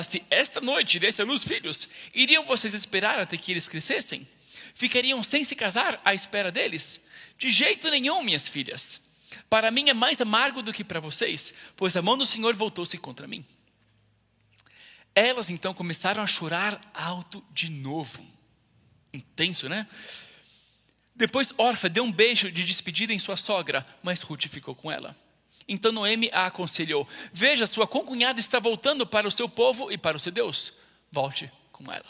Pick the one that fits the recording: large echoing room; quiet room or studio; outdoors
large echoing room